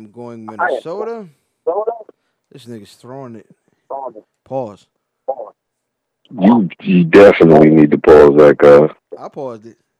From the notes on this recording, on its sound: took a few moments to hop on the phone